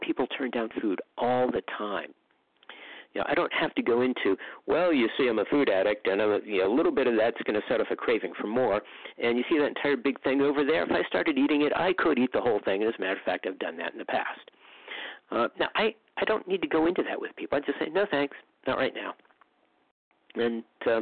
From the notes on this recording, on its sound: from the 100 Pounders Phone Meeting, 6/26/23